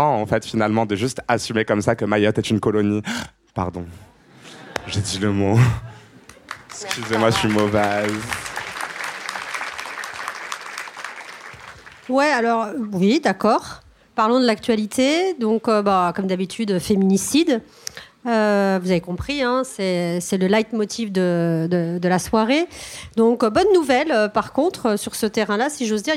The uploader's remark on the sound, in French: À la fin de l’épisode, on tend le micro à nos auditeurices pour recueillir leurs meilleurs souvenirs d’écoute des Couilles sur la table . Cet entretien a été enregistré en public. Au Trabendo (Paris, 19e).